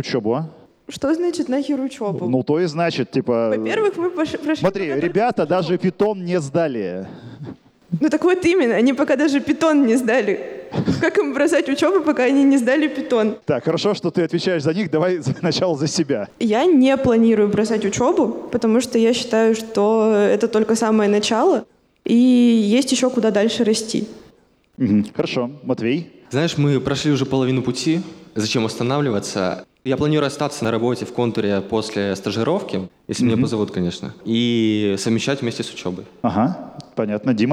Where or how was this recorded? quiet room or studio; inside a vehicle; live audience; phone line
live audience